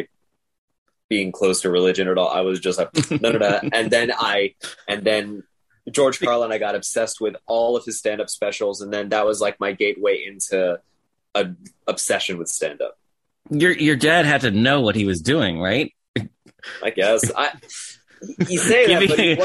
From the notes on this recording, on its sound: Sat down with me over Zoom.